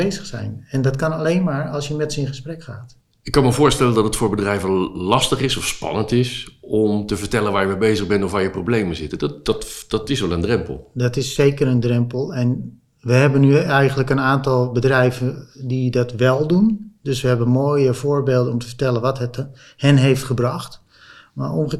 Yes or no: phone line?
no